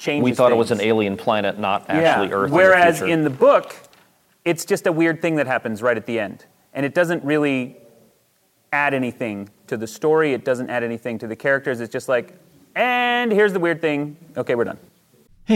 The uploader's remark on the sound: Joined us at Sasquan/WorldCon 73 to take questions about plot twists. Here are the questions that came in from our live audience.